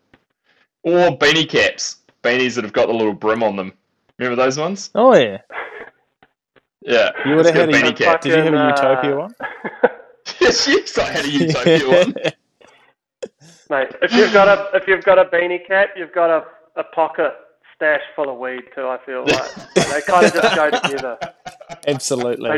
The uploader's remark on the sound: We've just changed to a new recording platform and have some audio kinks to work out